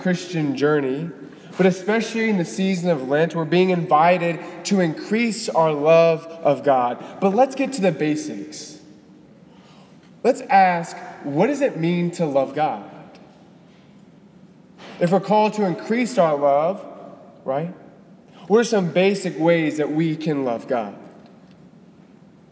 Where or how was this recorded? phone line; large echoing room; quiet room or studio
large echoing room